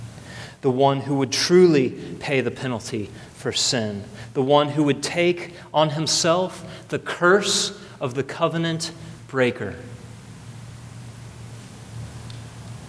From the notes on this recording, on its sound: at the first service of Redemption Hill Church on Sunday, November 4th, 2012.